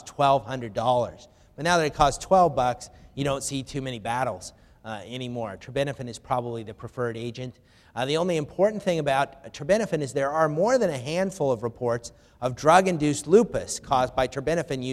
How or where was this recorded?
live audience